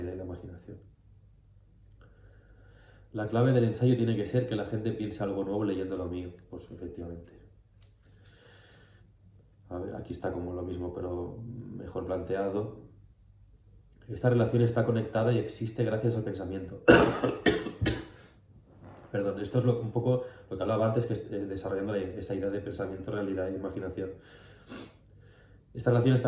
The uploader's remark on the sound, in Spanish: Este es el primer video en el que estoy delante de la cámara explicando cosas. La palmada era para sincronizar el audio del micro que no he puesto a grabar.